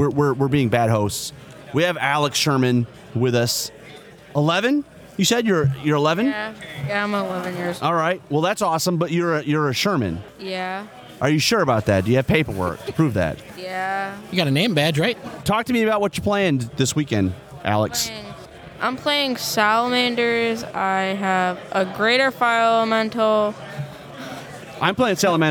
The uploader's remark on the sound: Counter Charge continues our on-site Adepticon coverage.